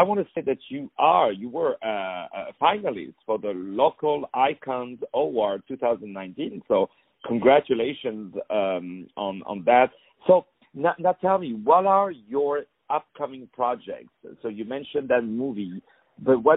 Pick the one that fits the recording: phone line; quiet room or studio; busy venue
phone line